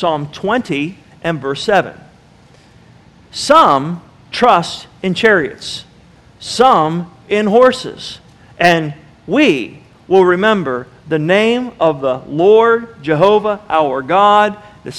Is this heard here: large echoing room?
yes